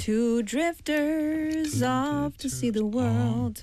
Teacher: drifters off to see the world S 하고 O 붙여서 너무 편안하게 나오는 거예요.